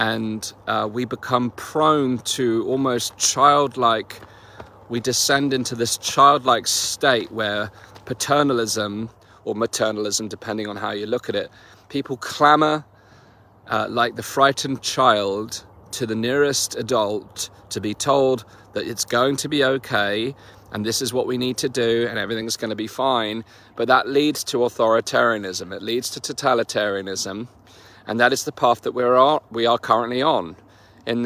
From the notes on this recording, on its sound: In this walk & talk